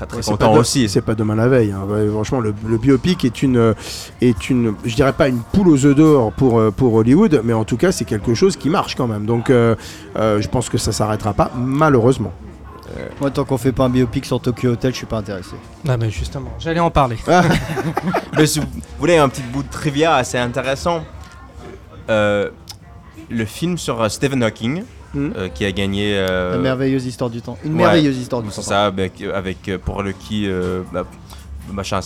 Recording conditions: busy venue